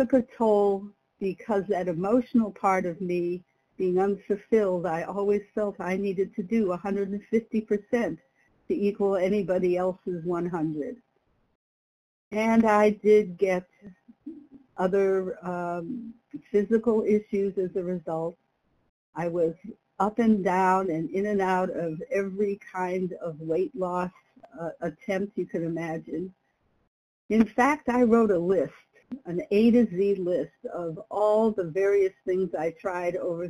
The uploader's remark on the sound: from the 100 Pounders Phone Meeting